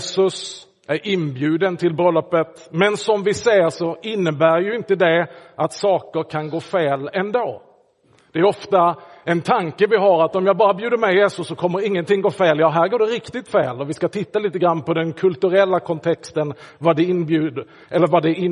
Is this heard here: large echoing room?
yes